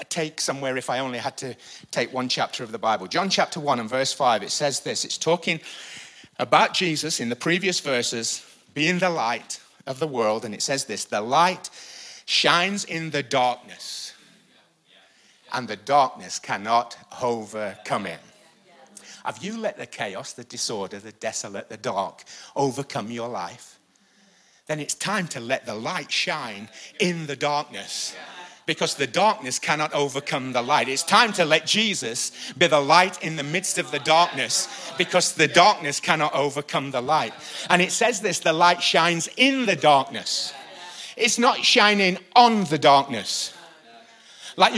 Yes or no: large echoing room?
yes